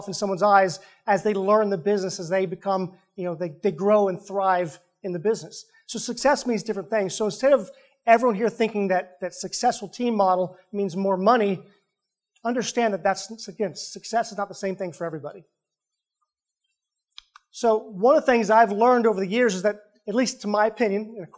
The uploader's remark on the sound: Live Event Recording. We take you inside an in-person Fathom event featuring top teams from across the country.